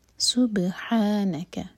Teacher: یہاں پر ہم نون کی آواز کو چھپائیں گے اور دو سیکنڈ کا ٹائم دیں گے